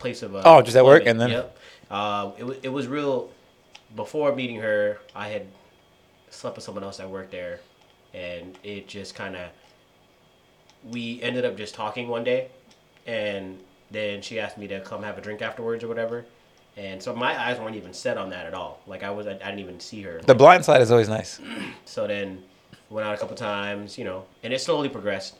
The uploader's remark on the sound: we had some technical difficulties with the mics but we wanted to get the episode out regardless